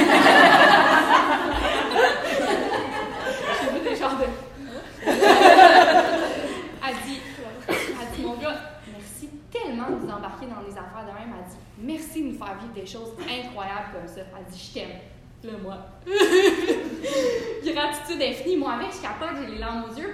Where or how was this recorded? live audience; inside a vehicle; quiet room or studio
live audience